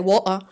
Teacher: if you have it in the middle of the word, so with the intervocalic glottal stop, that sticks out quite a bit